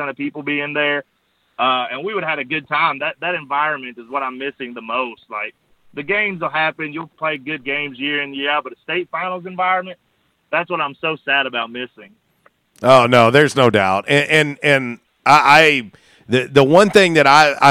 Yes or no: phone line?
yes